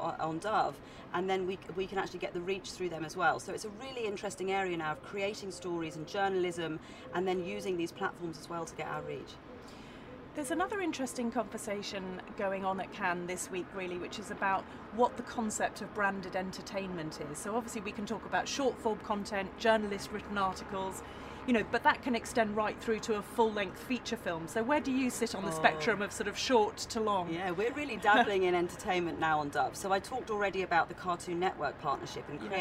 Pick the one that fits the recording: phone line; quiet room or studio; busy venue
busy venue